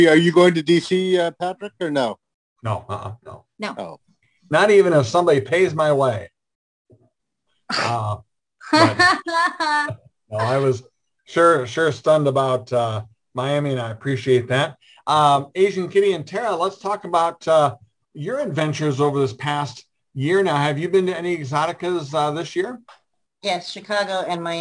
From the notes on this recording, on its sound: our 11/28/2021 Zoom Show